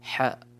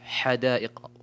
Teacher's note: على القارئ أن يخرج حاء، يخرج الحرف الصحيح حدائق ولا تكون كالهمس